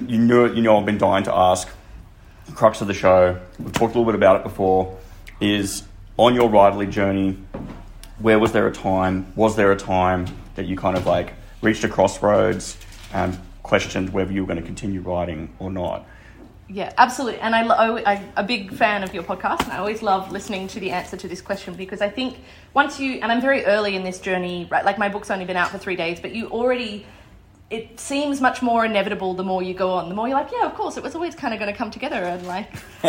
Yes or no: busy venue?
yes